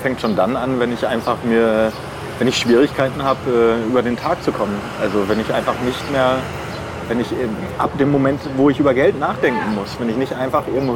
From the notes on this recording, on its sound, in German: live aus Skid Row, einem Slum in LA